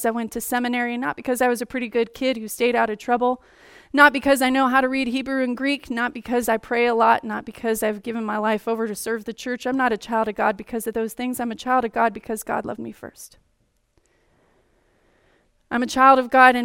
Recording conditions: large echoing room